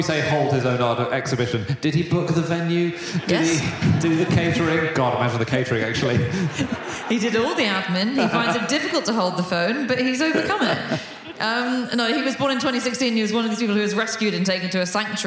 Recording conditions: live audience